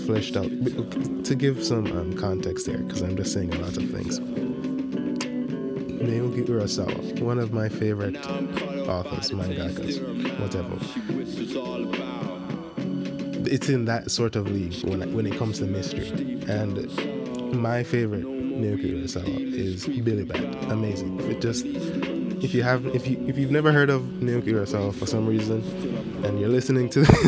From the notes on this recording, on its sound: A bit unfocused with not so great sound quality.